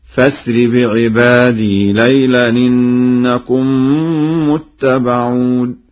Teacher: قد قرأ ورش بوصل الهمزة في الفعل فأسر هكذا: فأسر بعبادي ليلا إنكم متبعون.